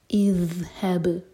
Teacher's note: اور ذال پر تھوڑا ٹائم دیا جاتا ہے، رخاوا کرتے ہیں. اور ذال کے لیے ہمیشہ ہماری زبان جو ہے اوپر والے دانت پر ٹچ کرے گی اور تھوڑی سی ٹپ باہر ہوگی.